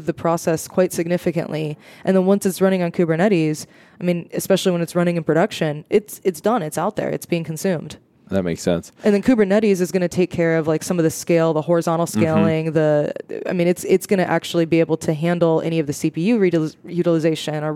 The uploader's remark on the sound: live from the podcast booth at Microsoft BUILD